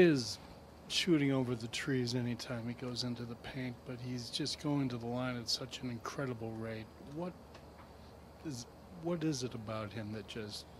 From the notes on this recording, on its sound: Full Report from TD Garden.